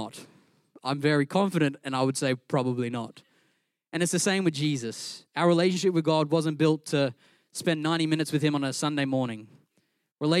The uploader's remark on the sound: Recorded during our Melbourne East service on Sunday, the 13th of August 2023.